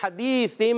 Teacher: نون سائن تنوین کے بعد ہر با آتا ہے تو اس با کی وجہ سے یہ میم آتی ہے · Term: اقلاب